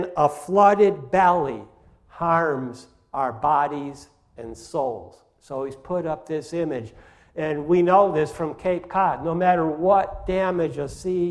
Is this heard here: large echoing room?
yes